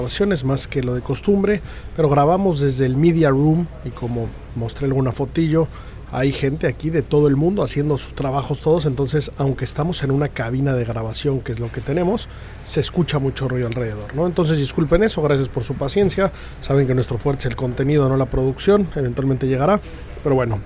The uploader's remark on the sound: Live From The Open 151 st Dia 3.